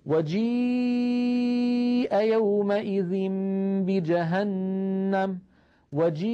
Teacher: عند نطقي للياء الحبال الصوتية في الحنجرة ترتجف، ويصاحب ذلك انخفاض للفك السفلي، مجموع هذا العمل يعطينا صوت الياء.